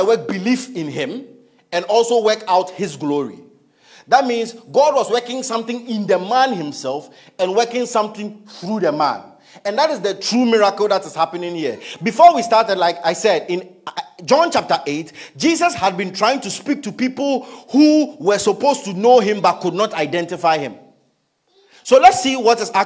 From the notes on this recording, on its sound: Message preached at ICGC Rehoboth Temple - Toronto